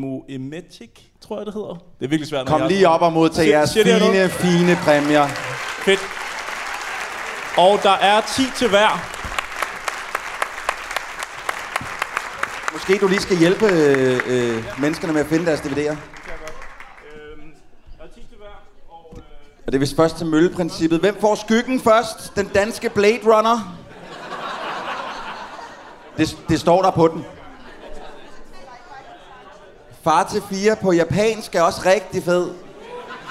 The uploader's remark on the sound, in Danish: Det er et udklip fra vores show på Bremen, hvor tre heldige vindere fra publikum vandt 10 dårlige danske film hver.